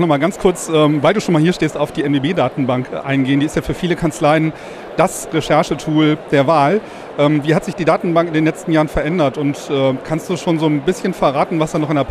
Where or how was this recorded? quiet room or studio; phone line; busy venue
busy venue